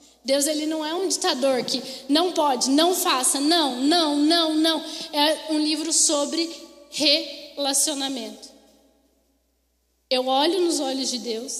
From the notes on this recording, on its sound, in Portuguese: Mensagem ministrada ao vivo em 04/09/2021.